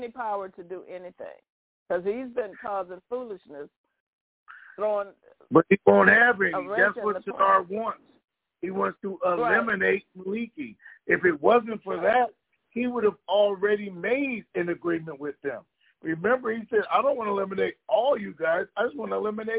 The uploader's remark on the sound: TNTSuperfantastic Conference Call